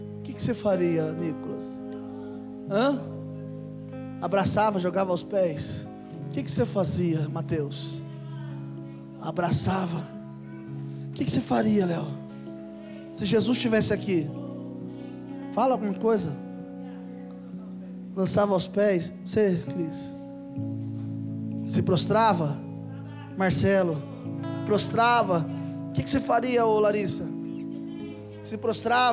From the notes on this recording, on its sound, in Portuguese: Culto gravado em 21/01/2022 durante a celebração do culto da família.